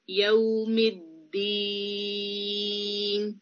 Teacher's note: جب ہم رکتے ہیں تو دی اس ساؤنڈ کو ای ساؤنڈ کو چار حرکت کھینچتے ہیں